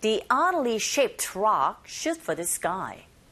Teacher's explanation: rocks의 s와 s, shoot의 s 겹자음이죠. rock shoot 이렇게 넘어가시면 돼요.